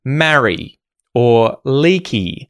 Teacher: if you hear the E vowel sound at the ends of words, so for example, marry or leaky, it can be pronounced slightly shorter, but really if you pronounce it as the usual long vowel sound, no one is ever going to get confused, okay?